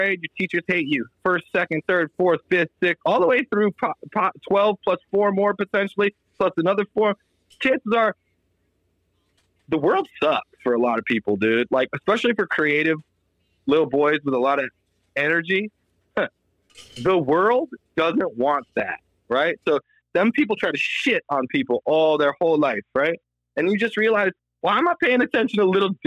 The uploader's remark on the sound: Call in Show. This is the 2023 year in review call in extravaganza.